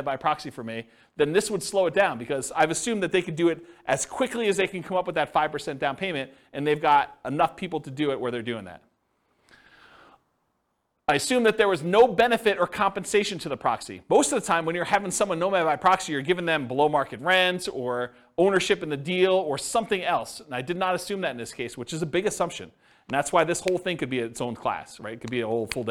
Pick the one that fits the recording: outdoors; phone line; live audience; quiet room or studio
live audience